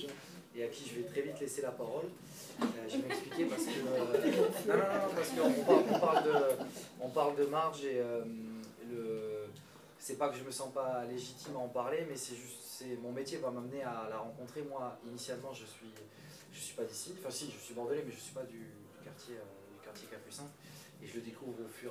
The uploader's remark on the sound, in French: cette table ronde ouverte au publique est une des séquences du festival Antropologia qui prit ses quartiers au marché des Douves du 6 au 8 février